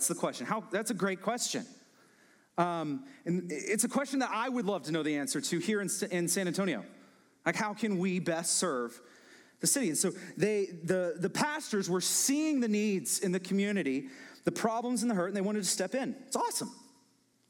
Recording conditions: large echoing room